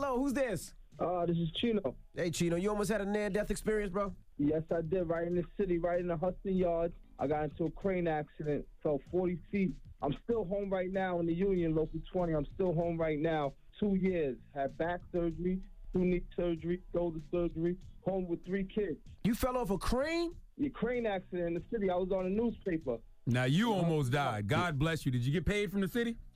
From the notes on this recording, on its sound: We opened up the phone lines to see if any of our listeners could relate. We had listeners call up to shoot their shot at their crush.